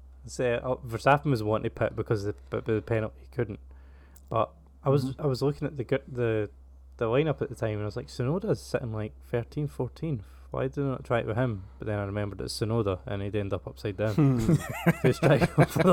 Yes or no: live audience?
no